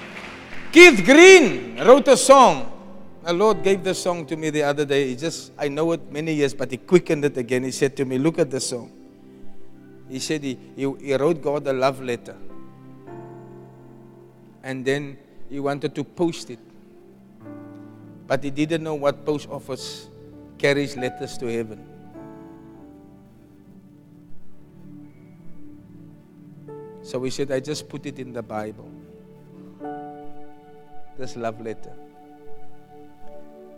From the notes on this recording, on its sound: Preached at the Loyalty and Disloyalty conference 2023